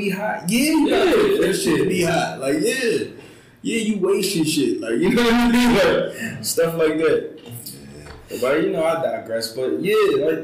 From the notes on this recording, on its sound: For the audio quality issues. We ran into some technicals errors this week, but didn’t want to leave you without an episode.